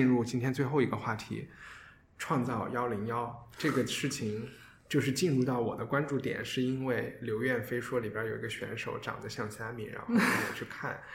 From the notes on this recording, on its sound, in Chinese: 这周节目是在一个比较大的办公室录音，可能回音感觉会比较强